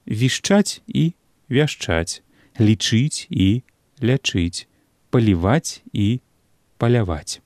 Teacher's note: у беларускай мове ёсць пары словаў, якія адрозніваюцца якраз галоснымі і ды а у першым пераднаціскным складзе.